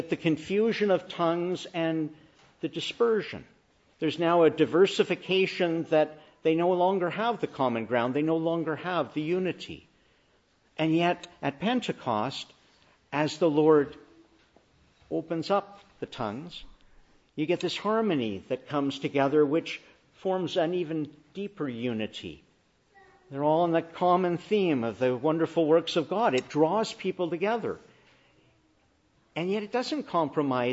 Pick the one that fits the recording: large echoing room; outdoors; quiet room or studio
large echoing room